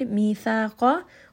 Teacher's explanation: qaf is going to be heavy. It is part of khusa daqtun kith. It is permanently heavy sound.